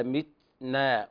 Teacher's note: وهنا بيان الهمس في التاء